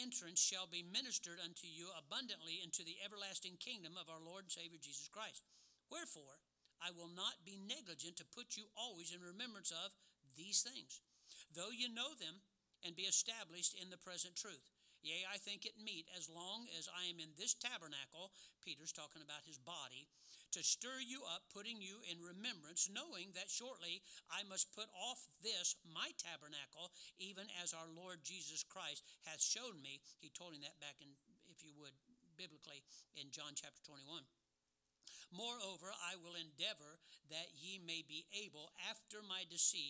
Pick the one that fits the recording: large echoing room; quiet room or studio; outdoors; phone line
large echoing room